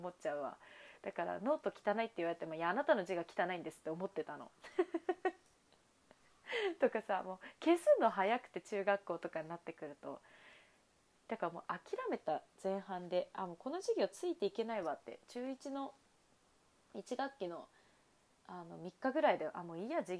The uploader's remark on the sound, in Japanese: バックミュージック無し。声が小さく録音されてしまったためバックミュージック消しました。